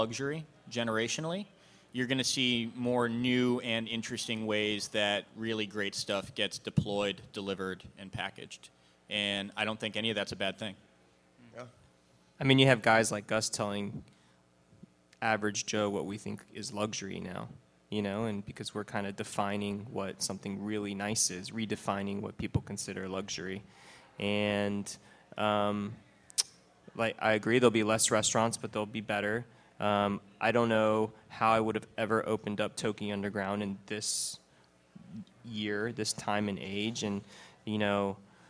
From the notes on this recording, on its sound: panel from South By Southwest